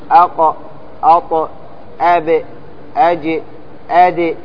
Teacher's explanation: هذه تعتبر قلقلة في حال الوقف عليها تكون بينة